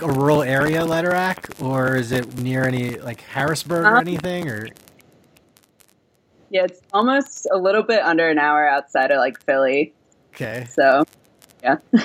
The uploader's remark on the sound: Apologies for the audio issues.